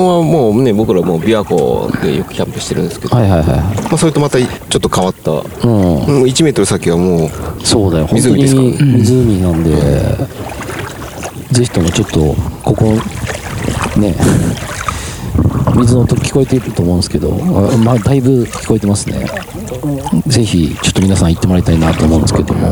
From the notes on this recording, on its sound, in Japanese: 収録場所 洪庵キャンプ場 （山梨県 本栖湖）。今回は、関西圏を飛び出し旅行先の山梨県本栖湖の。ゆるキャン△の聖地、洪庵キャンプ場で収録致しました。富士山が奇麗に見える本栖湖で。